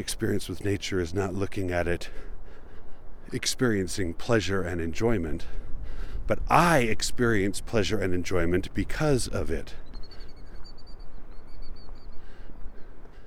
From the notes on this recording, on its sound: Recorded by the shore of Utah Lake on a windy but pleasant day. My favorite part of this recording is the sounds of the killdeer, which I wish were louder, but of course every time I got close they decided to fly away.